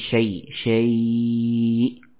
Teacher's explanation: demikian pula syai ya bacaan nabr dihentakan suaranya